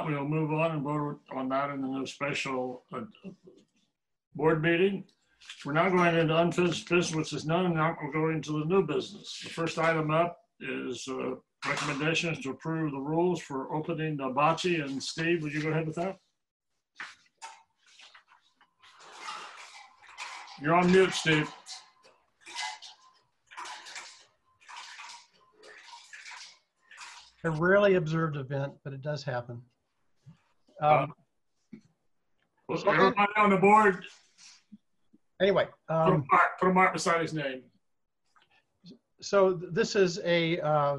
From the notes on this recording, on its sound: Meeting conducted through Zoom.